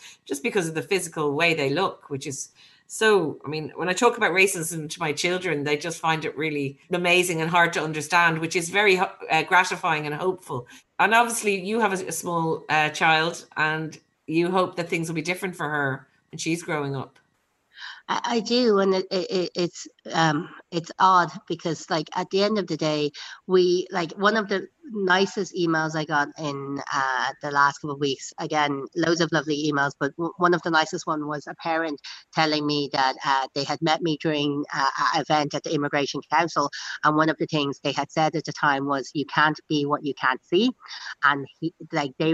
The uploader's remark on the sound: On a Zoom call from her new home the Mansion House in Dawson Street.